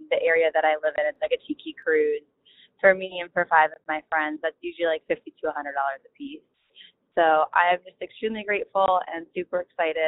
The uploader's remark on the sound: called into the podcast hotline